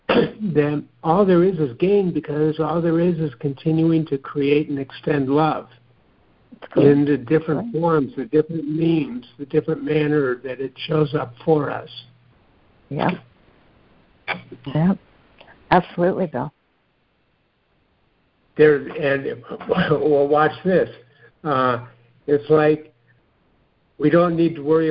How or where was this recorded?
phone line